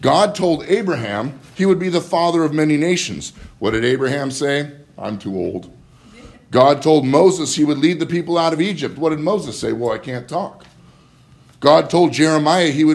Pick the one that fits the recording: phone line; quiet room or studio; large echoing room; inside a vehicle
large echoing room